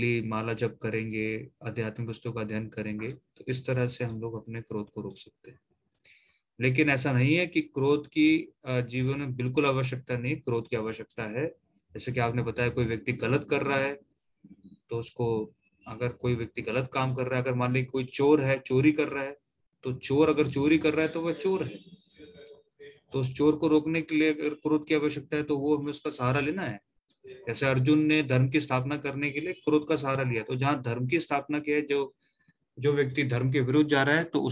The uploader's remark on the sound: Zoom recorded class